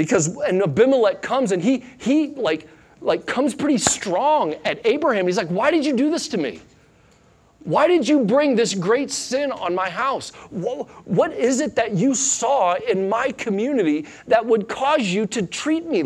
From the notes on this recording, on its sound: Sunday Morning Sermon Audio.